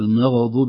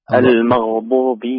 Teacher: هكذا برخاوة وليس فيها قلقلة · Shown in: second take